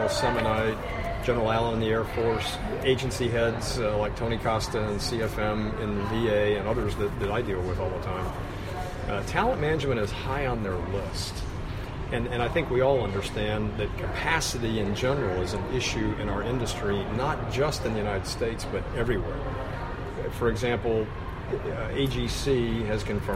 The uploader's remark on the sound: Live from the NAVFAC EURAFSWA-SAME Government-Industry Engagement Forum in Naples, Italy.